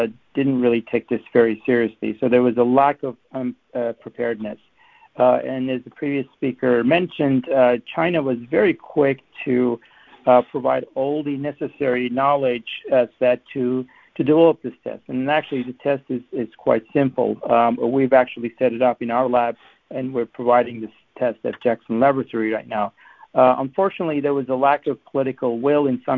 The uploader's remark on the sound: The Turkish Heritage Organization hosted a teleconference